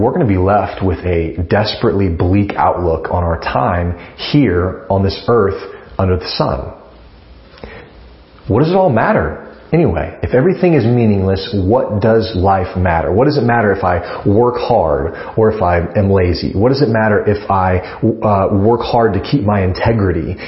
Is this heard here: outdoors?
no